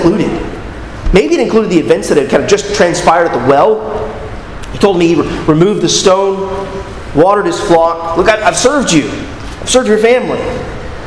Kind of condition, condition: setting, large echoing room